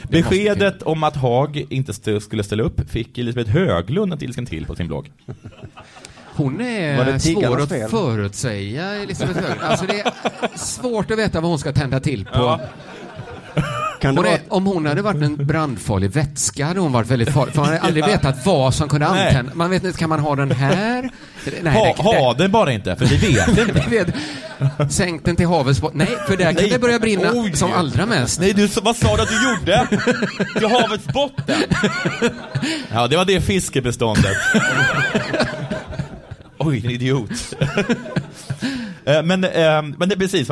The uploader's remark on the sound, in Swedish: Inspelat inför publik på ’Under Produktion på Teatern’!